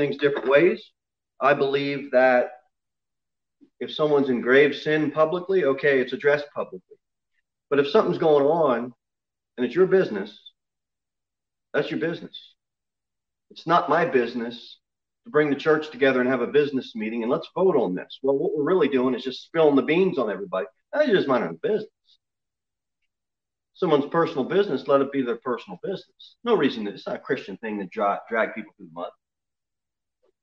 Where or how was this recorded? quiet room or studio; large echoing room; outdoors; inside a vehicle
large echoing room